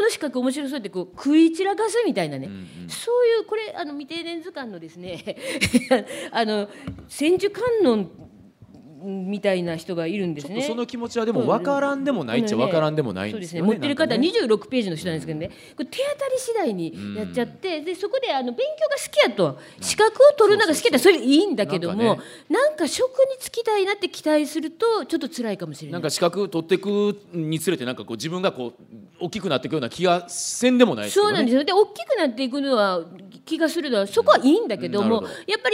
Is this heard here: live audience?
yes